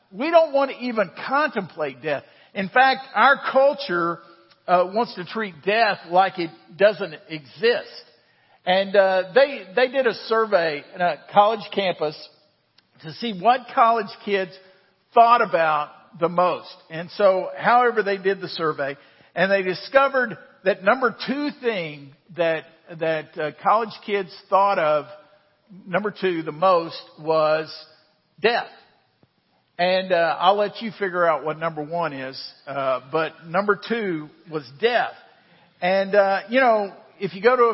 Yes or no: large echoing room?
yes